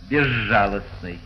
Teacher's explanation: А в приставке, в таких словах, как «безжалостный», «разжалобить», если произносят, и это допустимое произношение, «ж», оно звучит твердо, «безжалостный».